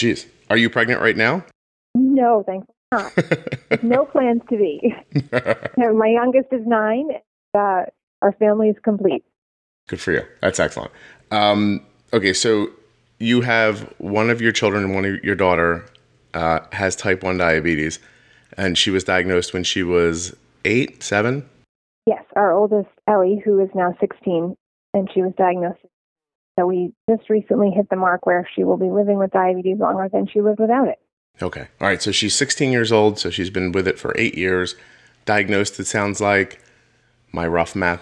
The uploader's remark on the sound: Audio clears up around 20 minutes. Was mistakenly on a cell phone when we began.